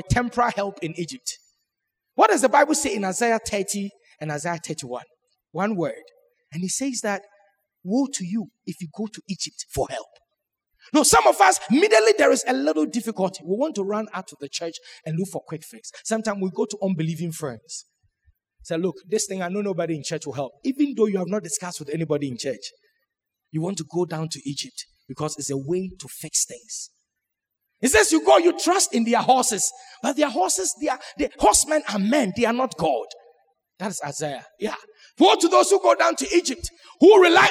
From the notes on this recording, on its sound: Sermon preached at CBC Shiashie Campus